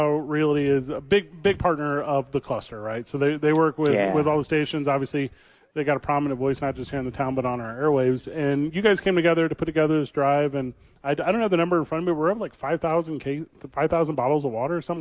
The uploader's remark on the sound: Live from Dreamstyle Remodeling helping the homeless.